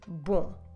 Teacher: Don't forget that the M is there just to make your previous vowel nasal. So you're not pronouncing M like you do in a word like music, for example. · You're really just making the vowel sound nasal.